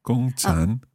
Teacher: 工 first tone, 厂 third tone. Third tone.